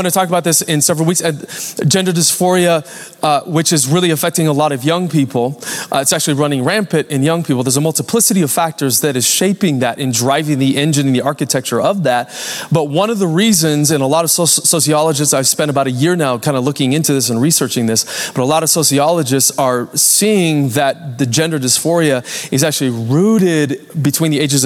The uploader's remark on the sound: Recorded Live at Capital Church Meridian, Idaho